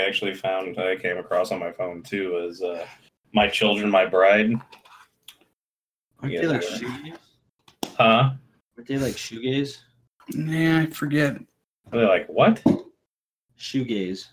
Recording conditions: poor sound quality